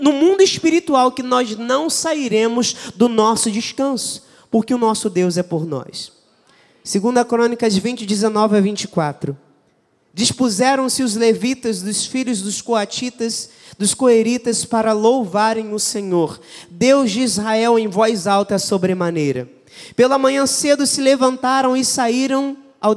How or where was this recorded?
large echoing room